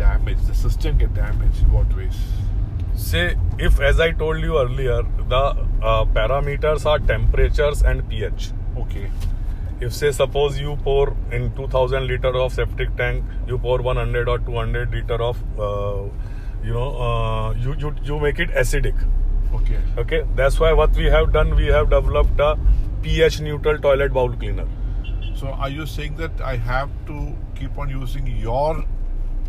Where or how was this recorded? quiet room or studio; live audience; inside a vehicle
inside a vehicle